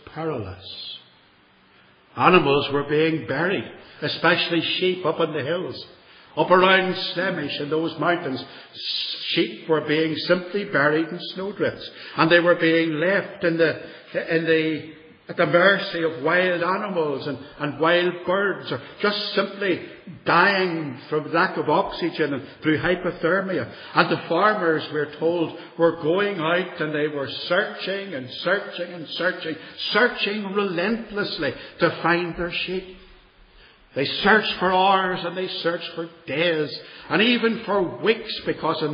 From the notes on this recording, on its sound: This one dates from 2013, and was preached at Templepatrick Reformed Church, and is reproduced here without editing.